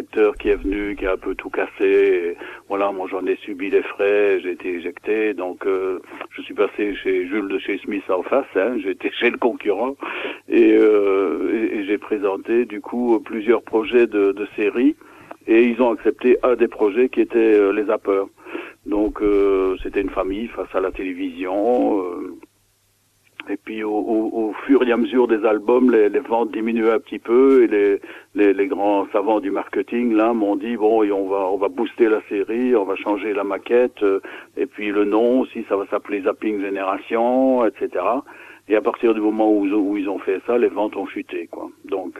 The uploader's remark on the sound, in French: Reçoit par téléphone.